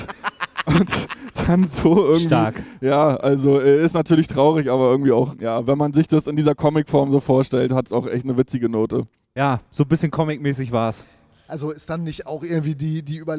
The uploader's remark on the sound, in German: Zum ersten Mal live auf einer Festivalbühne aufgenommen – genauer gesagt, auf der Wild Coast Stage des Hurricane Festivals.